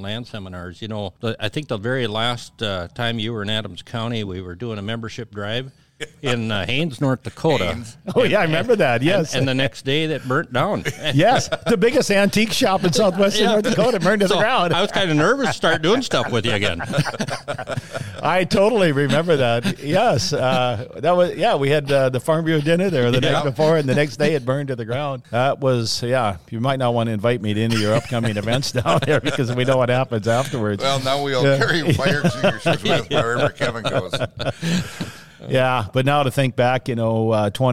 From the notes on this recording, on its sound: Farmland Market Updates, Live From the Arizona Land Seminars.